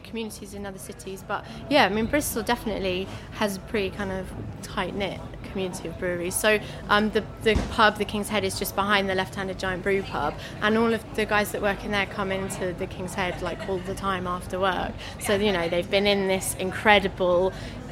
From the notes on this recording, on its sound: While at Bristol Craft Beer Festival.